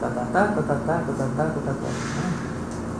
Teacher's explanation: Você tem uma sílaba tônica a cada três.